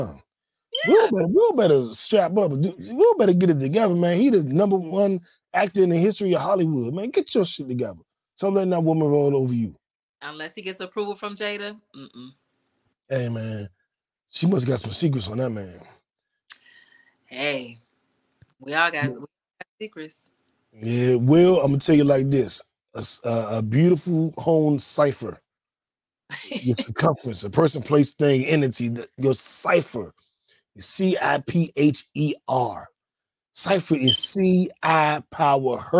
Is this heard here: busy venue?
no